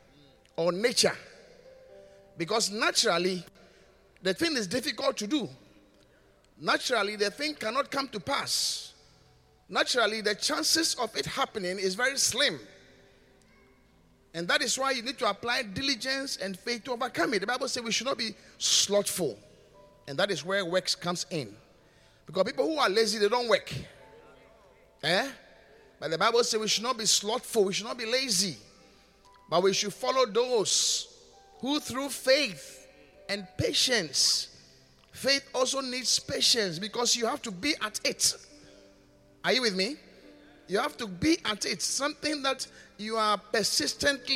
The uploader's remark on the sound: Preached at the Qodesh.